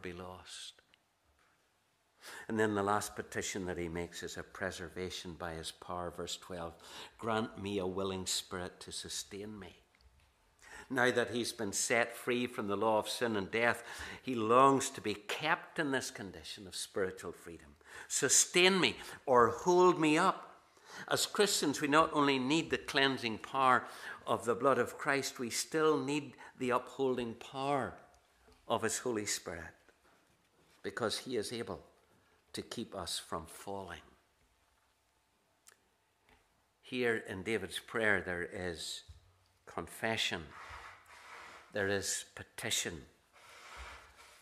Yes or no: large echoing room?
yes